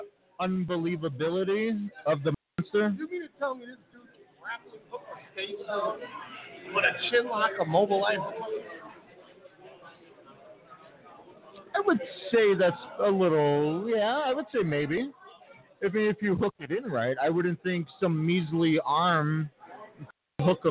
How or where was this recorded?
busy venue